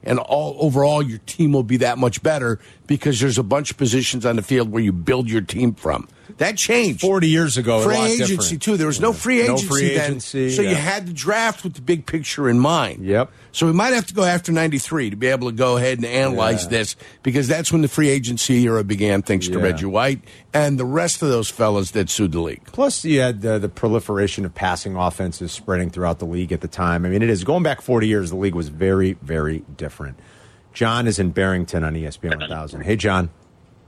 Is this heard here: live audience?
no